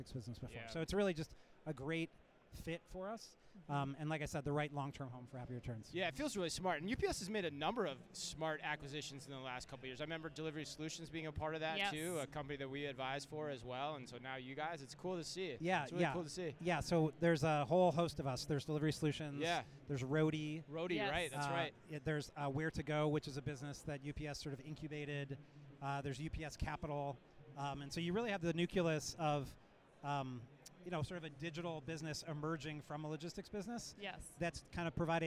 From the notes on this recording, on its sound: We go live from Manifest 2024